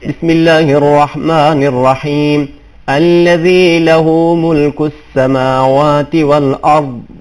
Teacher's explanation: اس حرف ضاد جو ہے اس میں اطباق پایا جاتا ہے یہ موٹا پڑا جاتا ہے